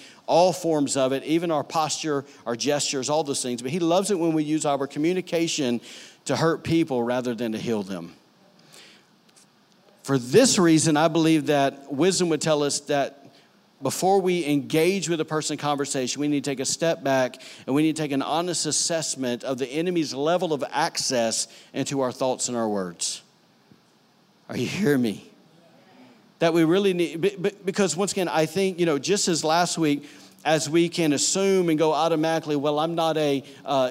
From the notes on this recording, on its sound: recorded on Sunday, September 2, 2018, during services at The Anchor Church in Rockport, Maine